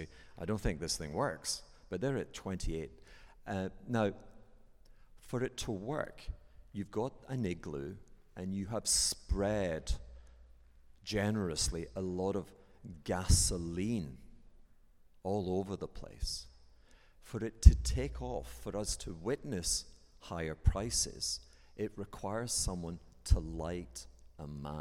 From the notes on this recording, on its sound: This episode was recorded in front of a live audience at St Ethelburga's in the City of London.